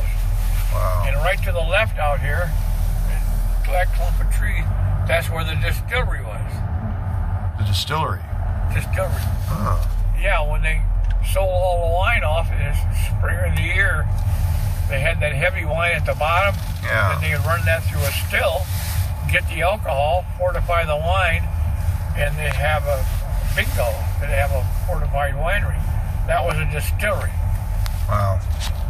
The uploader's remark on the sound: Catawba Island Driving Tour